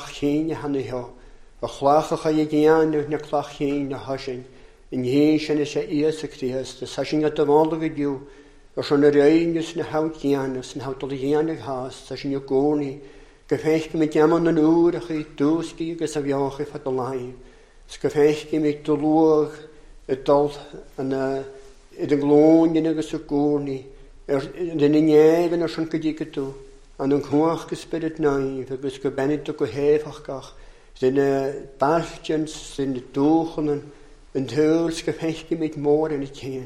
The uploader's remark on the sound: Recorded at North Harris Free Church.